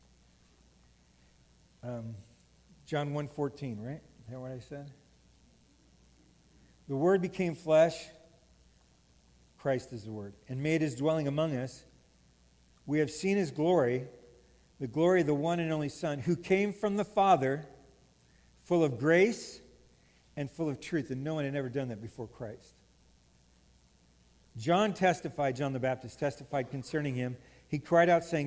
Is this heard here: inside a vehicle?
no